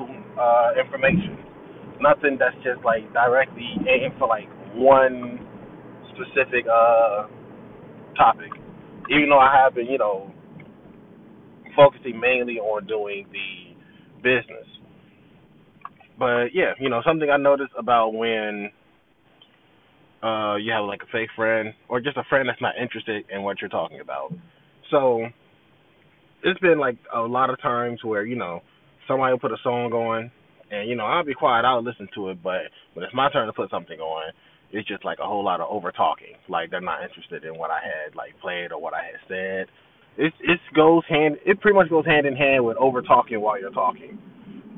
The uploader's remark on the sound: which was made in my car